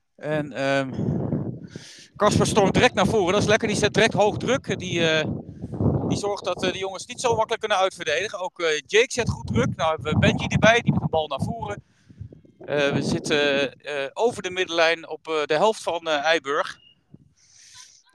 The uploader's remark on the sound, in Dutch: Live verslag van de thuiswedstrijd van WV HEDW JO12-2 tegen AFC IJburg JO12-3.